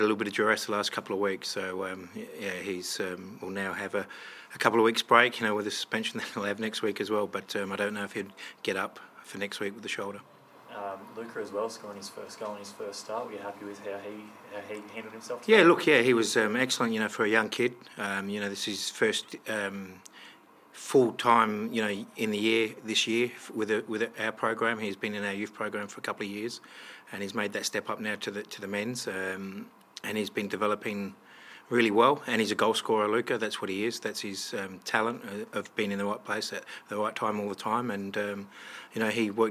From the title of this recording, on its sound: Round 20 post-match press conference